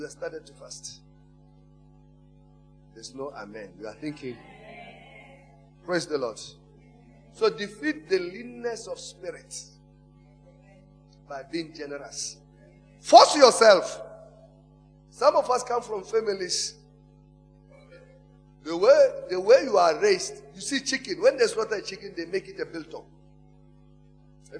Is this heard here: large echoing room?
yes